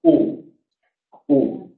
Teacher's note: la U tiene una proyección de los labios